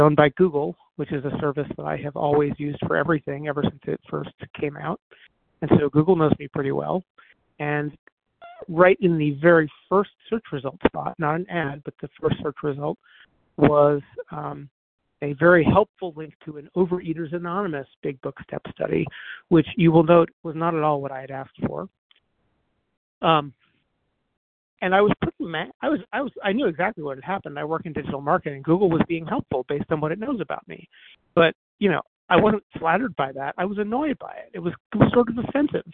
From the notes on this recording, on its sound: 100 Pounders Phone Meeting